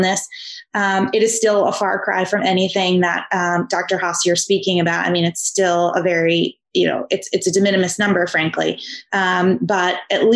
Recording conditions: video call